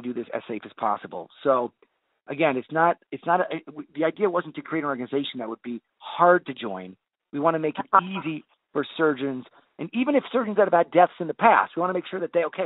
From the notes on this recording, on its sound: I had the opportunity to do a phone interview.